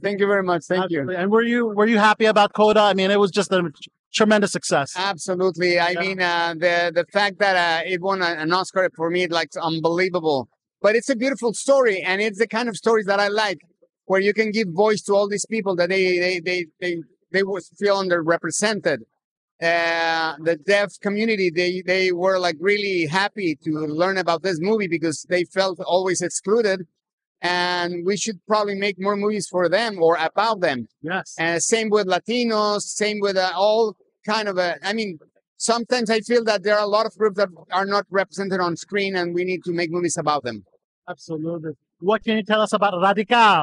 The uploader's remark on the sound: our first set of interviews from on location at the Nation Hispanic Foundation of the Arts annual event, Noche Musical!